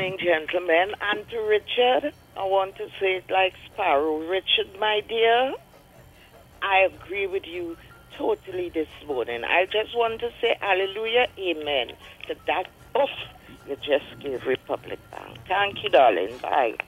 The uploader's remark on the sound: The Power Breakfast Show. We take more calls from the audience.